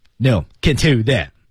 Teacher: 典型的那黑人英语的一个特点，语调向下沉